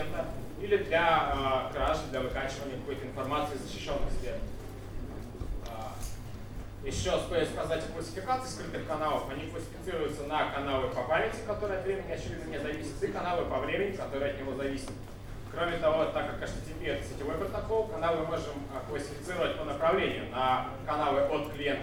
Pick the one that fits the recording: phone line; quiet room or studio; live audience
live audience